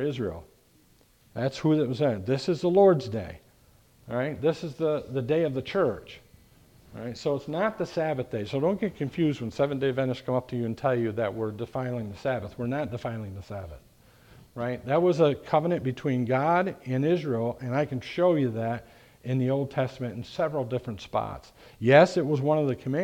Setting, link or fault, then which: setting, large echoing room